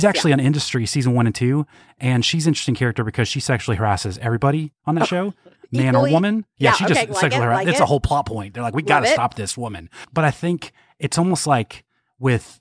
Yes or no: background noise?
no